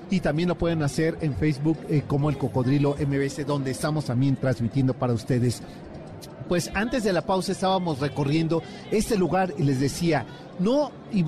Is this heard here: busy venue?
yes